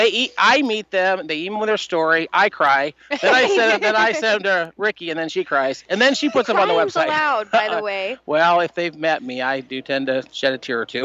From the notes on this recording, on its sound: LIVE at the Polar Plunge